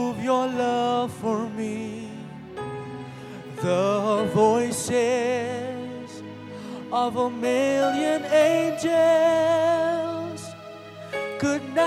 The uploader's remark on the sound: Preached at Zion Sanctuary, Cape Town